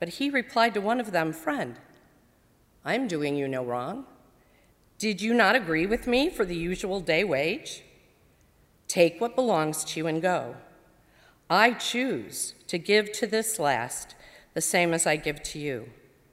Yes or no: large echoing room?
yes